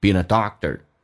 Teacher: been 跟 a 可以有一个连叫 beenn，你要记住这个 n 是发两遍，你看 been 是发了一遍， n 又发了一遍， been a doctor How long has your brother been a doctor?